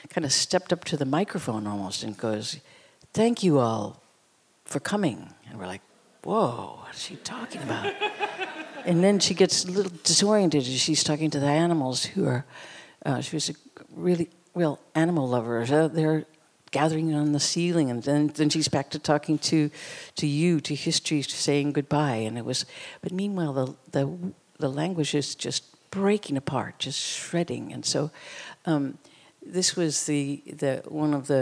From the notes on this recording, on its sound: In a special conversation recorded after a screening. The acclaimed musician, artist and filmmaker talks onstage with fellow New York director.